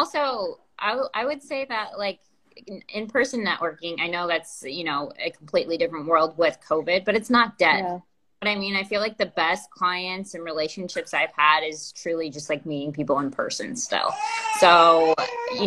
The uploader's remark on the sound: you'll hear the replay from our Live Instagram Expert chat